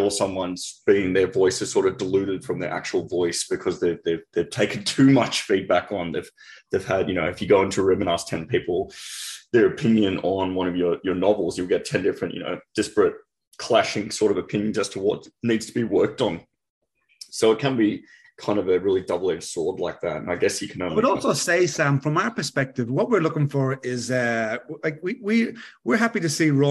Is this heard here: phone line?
no